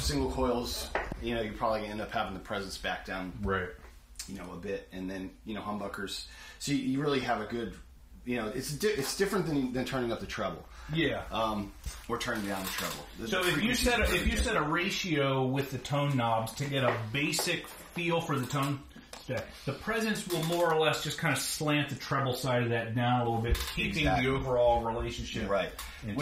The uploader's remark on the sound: We talked for a while, and thankfully I remembered to turn on my phone to record some of the conversation.